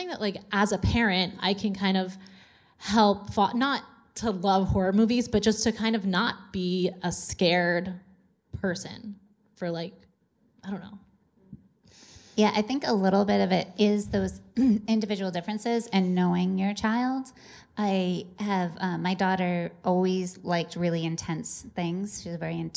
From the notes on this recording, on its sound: field questions aplenty from the sold out crowd at the MIT Museum